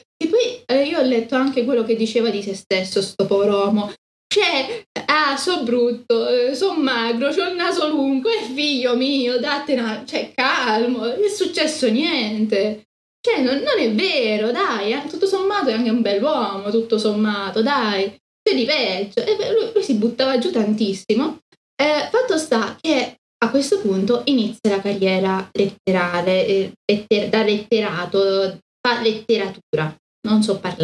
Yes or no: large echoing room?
no